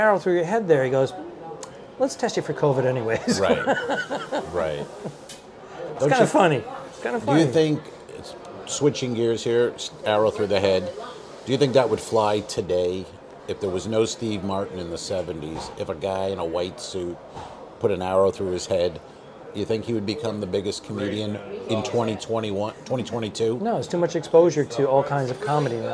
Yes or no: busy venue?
yes